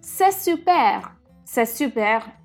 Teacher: bisogna rigorosamente pronunciarlo alla francese, quindi con l'accento sull'ultima sillaba